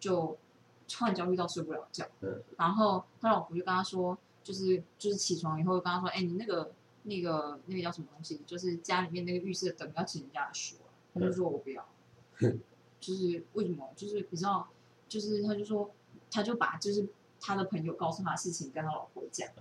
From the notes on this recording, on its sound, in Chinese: 為什麼最近錄音聲音都好小